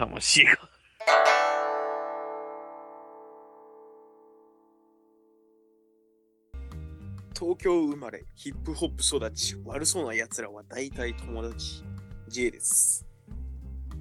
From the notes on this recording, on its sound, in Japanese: １年前なんで１５分のものを２つ 音質が悪かったので編集という手段で少し頑張りました。